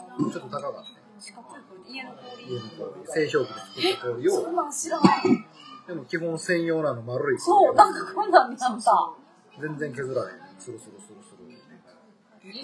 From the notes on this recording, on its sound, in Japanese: 舞台は台風が直撃した9月17日の高知。4人で居酒屋に行きました。なんとなく録音！テーマも何もないただの居酒屋トークをどうぞ！